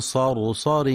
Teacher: وفي كلمة صرصر لتفخيم كل الكلمة ما عدا الراء الأخيرة المنونة بتنوين الكسر فإنها مرققة